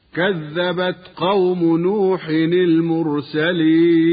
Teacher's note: وفي كلمة المرسلين راء ساكنة بعد ضم الميم، حكمها التفخيم.